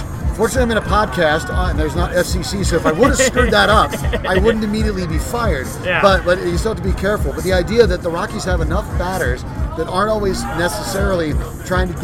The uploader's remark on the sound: While recording live at Tap XIV.